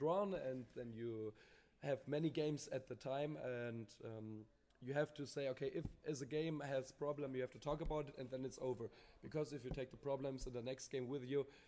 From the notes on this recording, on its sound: On location at West Coast Tournament in St. George Utah.